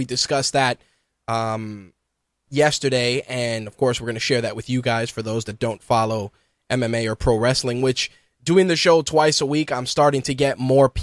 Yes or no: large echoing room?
no